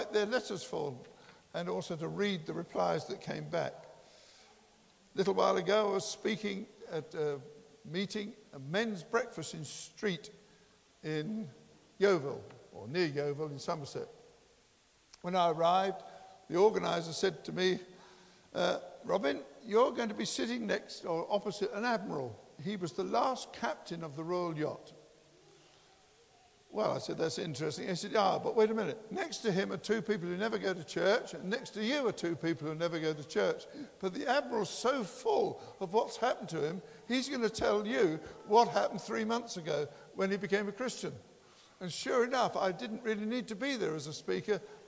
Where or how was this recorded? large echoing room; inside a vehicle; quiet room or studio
large echoing room